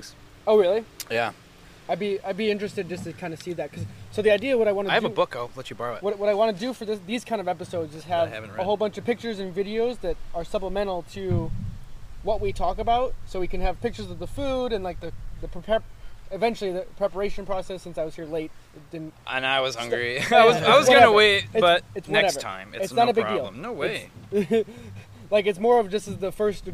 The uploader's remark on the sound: this episode was recorded outside, so the atmosphere and sound levels are a bit different in this episode.